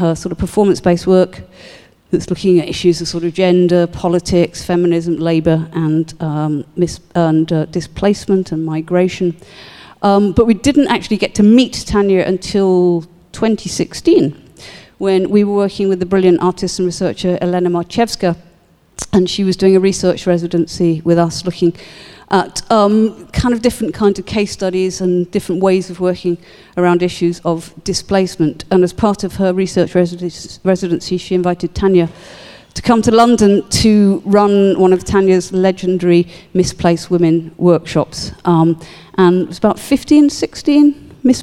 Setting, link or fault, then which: setting, live audience